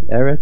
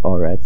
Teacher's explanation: Instead of Eretz, it becomes Oretz, and the stress remains on the Aleph.